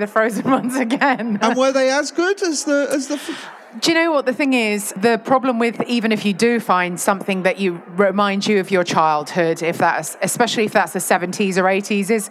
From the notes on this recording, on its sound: Recorded at the BBC Good Food Show